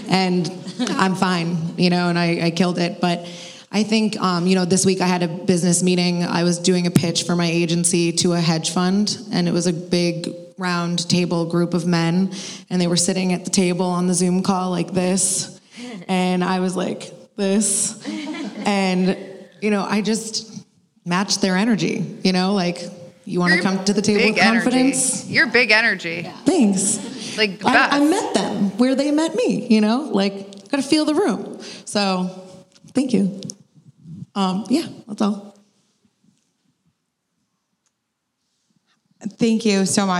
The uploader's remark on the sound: LIVE Recording